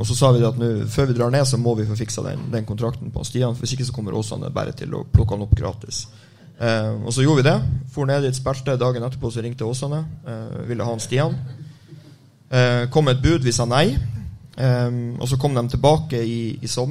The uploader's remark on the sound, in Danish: Live fra Sportsbaren. Den fjerde Livepodden på Sportsbaren ble spilt inn onsdag kveld.